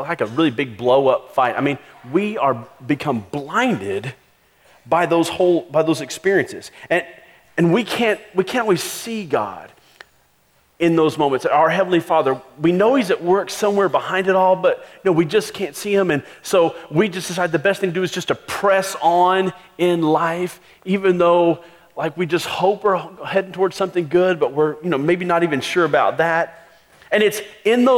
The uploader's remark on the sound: Christmas Eve Service (Audio)